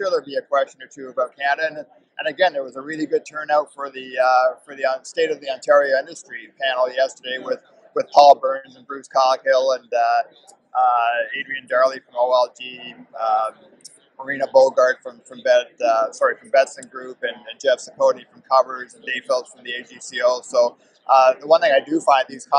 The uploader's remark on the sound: The Meadlowlands Exposition Center was buzzing this week at the SBC Summit, we present the proof in live audio form. We had guests moving in and out of chairs in a corner of the SBC Sales Lounge.